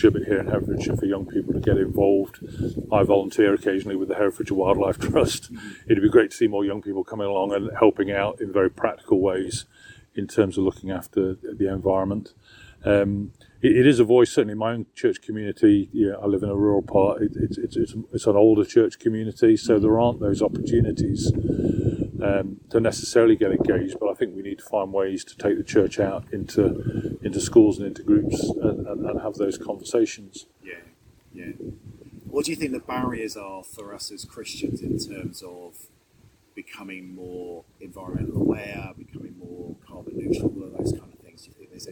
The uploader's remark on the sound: You can hear the wind blowing rough and ready as they sat outside the Cathedral!! Connected is produced by the Youth Connectors at the Diocese of Gloucester.